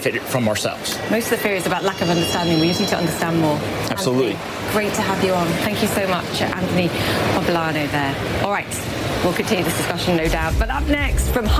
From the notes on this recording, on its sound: is live from the New York Stock Exchange